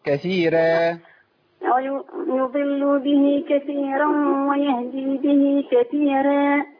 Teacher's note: كثيرا الراء عندي هنا مرققة عند الإمام ورش